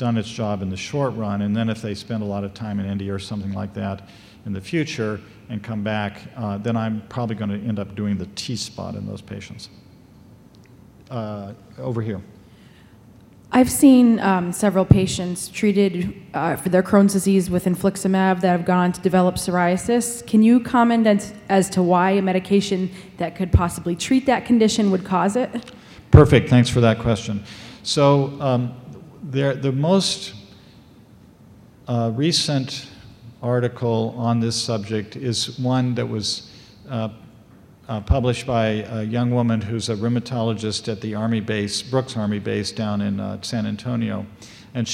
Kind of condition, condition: setting, large echoing room